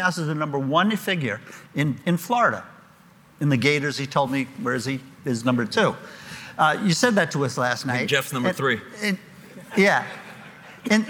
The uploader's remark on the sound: LIVE from the Game Changers Summit 3